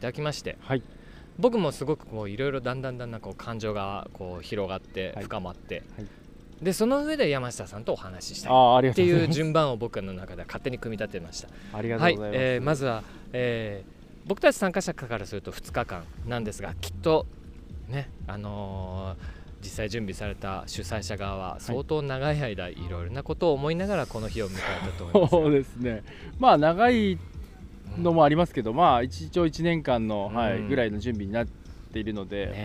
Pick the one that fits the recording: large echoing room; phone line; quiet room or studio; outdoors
outdoors